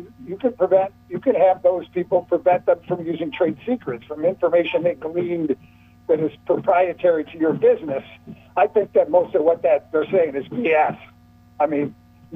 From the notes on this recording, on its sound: Called. Other callers chimed.